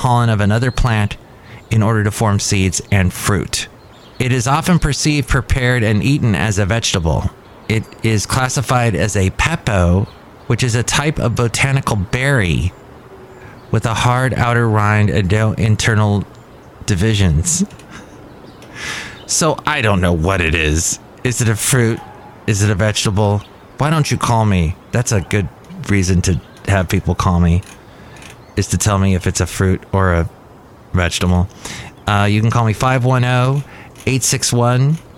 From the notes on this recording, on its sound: podcasts live from Café Anyway